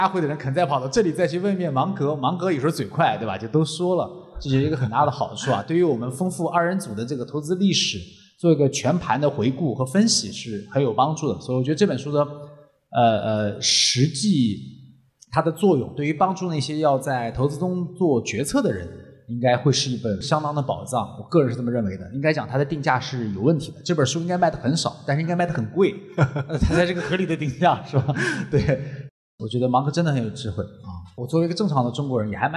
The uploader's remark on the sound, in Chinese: 这期节目是我们 《芒格之道》线下读书会的第二部分。来到位于上海的CCPA中文播客艺术中心，参与了节目的现场录制。邀请到了几位来自不同城市的宝藏听友上台分享。